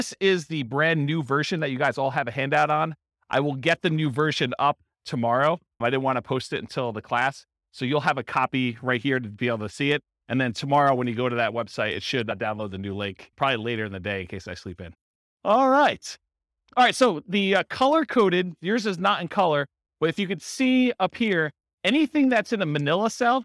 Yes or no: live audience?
yes